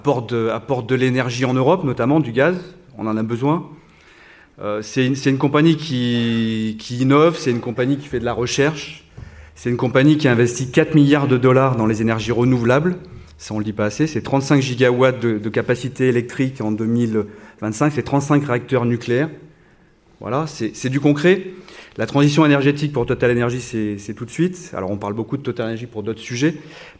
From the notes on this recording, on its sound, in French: en direct du Musée D’Orsay